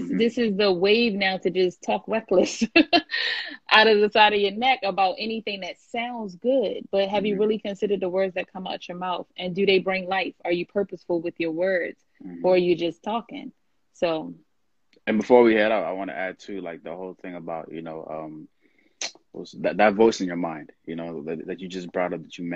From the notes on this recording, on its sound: I had to share this live from IG